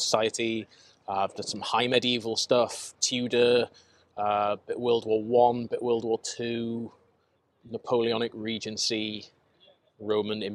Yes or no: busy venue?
yes